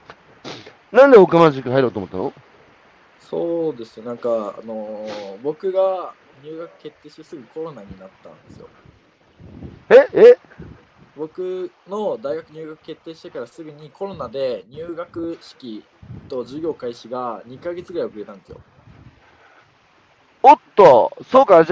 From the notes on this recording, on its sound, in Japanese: 歩きながら1時間、対談する。